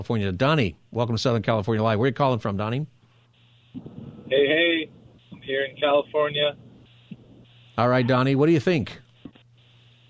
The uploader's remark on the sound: It’s also Open Phone Friday. Takes calls from listeners on any topic.